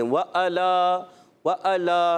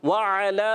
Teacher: عین حلق کے درمیان والے حصے پر جب زور ڈالیں گے تو ادا ہوگا · Shown in: second take